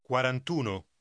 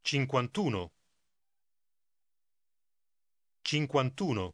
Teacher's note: the last vowel, as in 20 or 30, is dropped when combining with uno